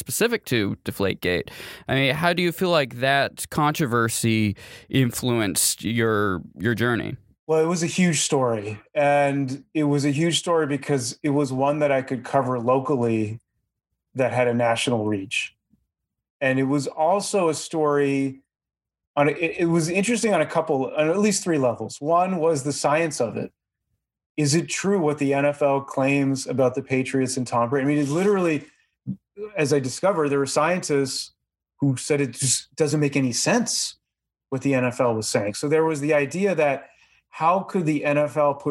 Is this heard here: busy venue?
no